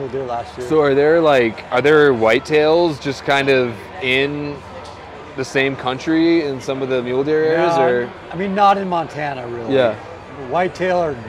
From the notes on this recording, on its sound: LIVE FROM TOTAL ARCHERY CHALLENGE | PARK CITY, UT 2022. A few weeks ago I headed out to Utah to Total Archery Challenge and recorded a few live podcasts with some friends in the industry old and new.